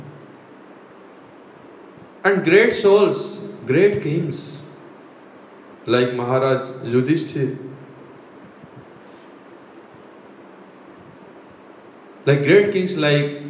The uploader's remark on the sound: Live from 'Radha Govinda Asram', Radhakund